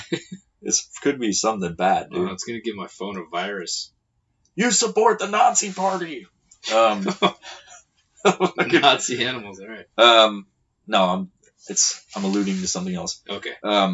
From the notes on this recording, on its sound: please excuse the poor audio quality